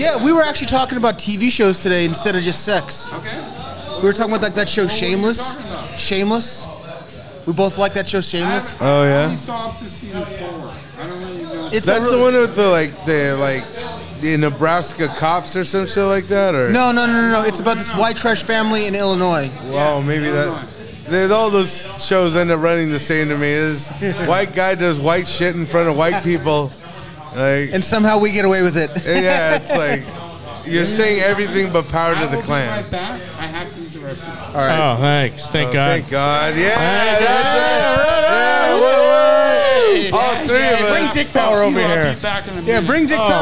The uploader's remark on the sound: Booze and the Dudes Live from the 3 Iron Brewery